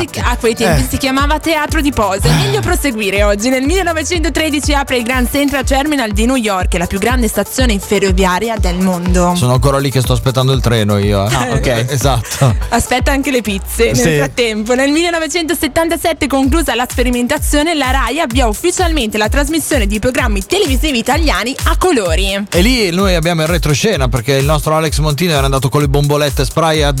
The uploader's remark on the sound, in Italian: Sempre in diretta dalla vetrina fai Lynk & Co in corso Venezia 6 a Milano. Dalla fiera di Barcellona.